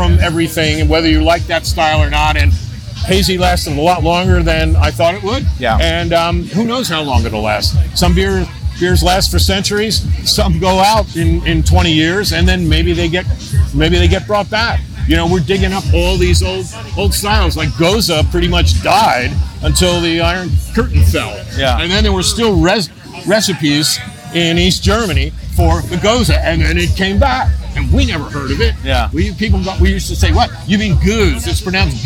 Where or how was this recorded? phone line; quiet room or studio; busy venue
busy venue